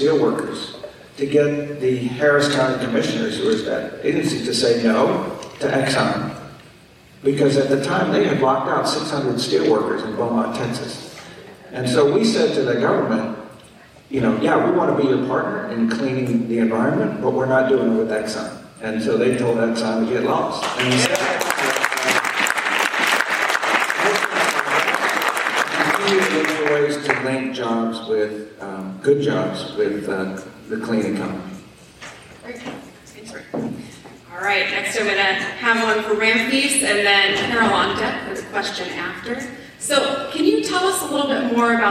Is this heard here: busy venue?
yes